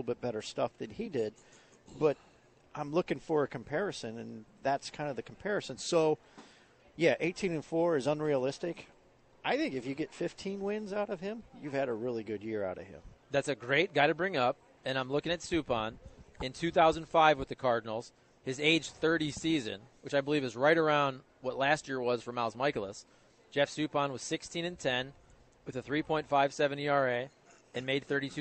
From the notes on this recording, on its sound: broadcasting live from Schnucks in St.